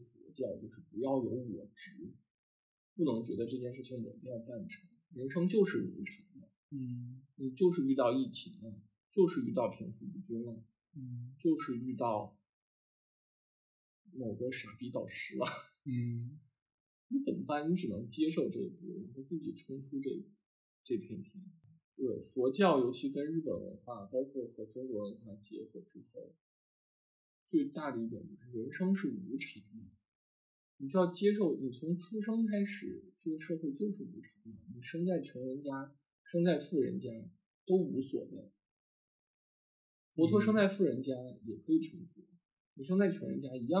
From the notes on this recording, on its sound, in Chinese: 新手主播第一次录节目，音质略有瑕疵，还请见谅。